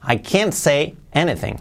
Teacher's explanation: fijaos la T de can't casi desaparece también